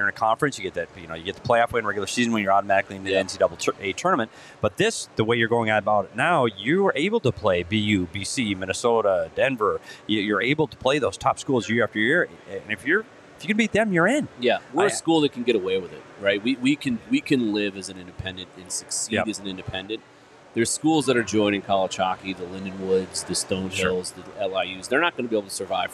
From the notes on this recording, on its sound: Welcome to the show LIVE from Four Peaks